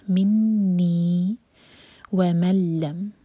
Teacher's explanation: ادغام بغیر غنا کا، یہاں پر نون کا ساؤنڈ بالکل نہ آئے